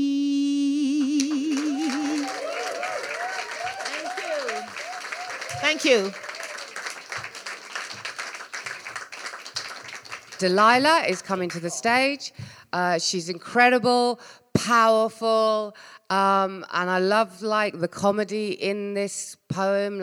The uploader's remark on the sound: BLN-LIVE Part 2 Bush Theatre. July's Survivors edition of BLN-LIVE at Bush Theatre.